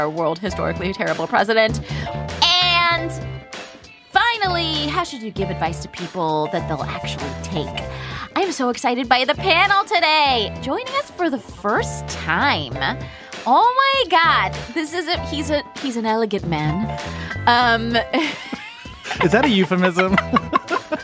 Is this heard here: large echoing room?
no